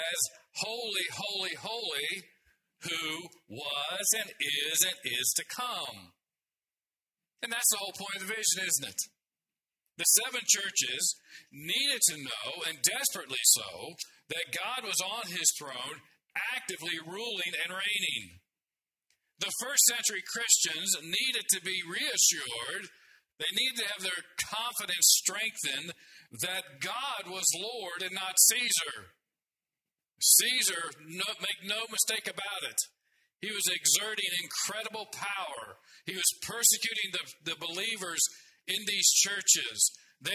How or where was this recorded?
large echoing room